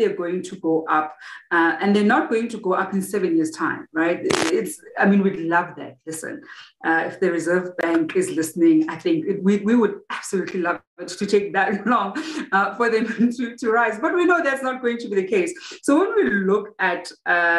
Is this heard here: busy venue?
no